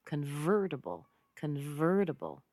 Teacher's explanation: Where do you hear the most stress? Believe it or not, it's on the word vert, convertible, convertible.